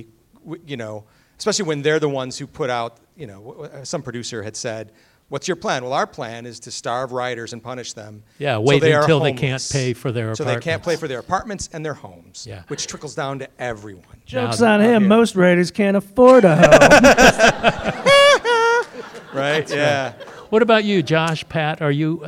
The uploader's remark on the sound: Post Mortem invades Midsummer Scream 2023! Recorded LIVE from the world famous horror convention in Long Beach California.